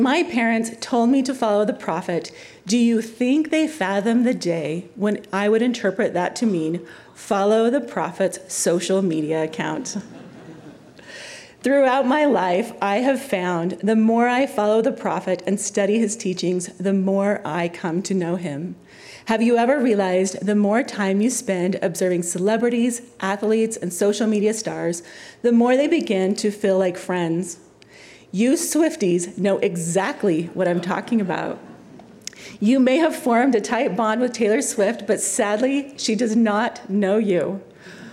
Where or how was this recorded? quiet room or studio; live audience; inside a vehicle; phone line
live audience